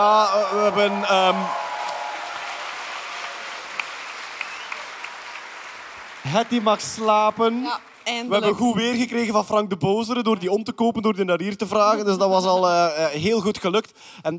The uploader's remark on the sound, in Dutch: Live op Nerdland Festival. Een nieuwe podcast, live vanop het Nerdland Festival!